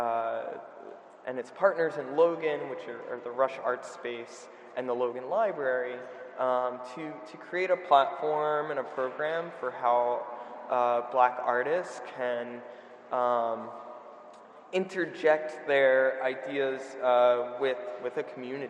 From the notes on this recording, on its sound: Audio from the Blue Note Salon, an April 21st panel curated by Black Quantum Futurism at the Icebox Project Space.